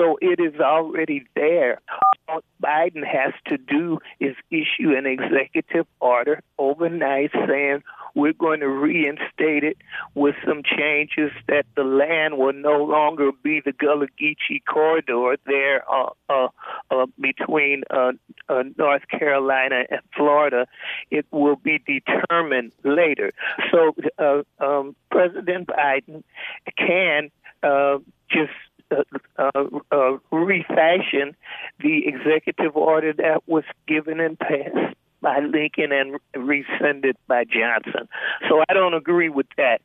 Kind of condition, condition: link, phone line